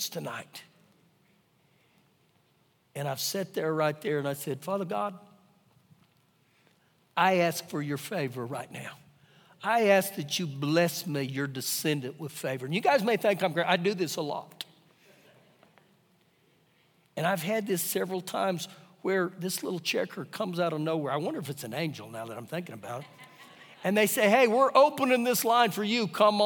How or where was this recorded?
live audience